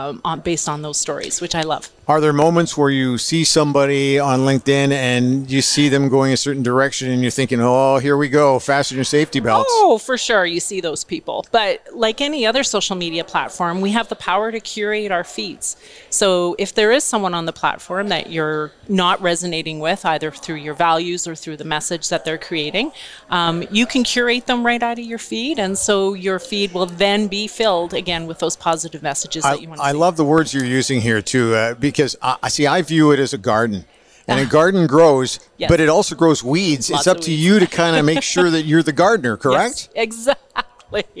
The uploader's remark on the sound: This podcast episode was recorded live at GO WEST® 23 and produced by Road 55 .